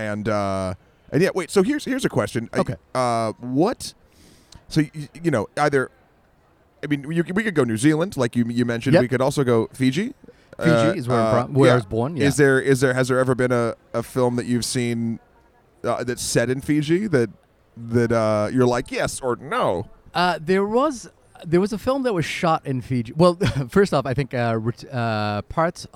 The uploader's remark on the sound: Recorded in a cafe in Bilbao, Spain.